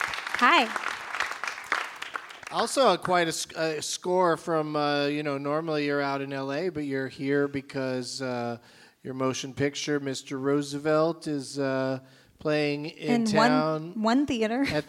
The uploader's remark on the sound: Live from the Gramercy Theatre in New York City.